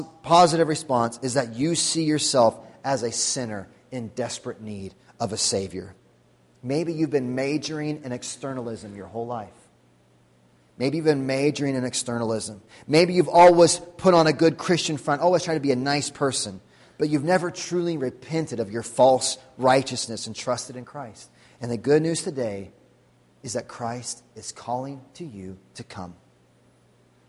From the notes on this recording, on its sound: Sunday Morning Sermon Audio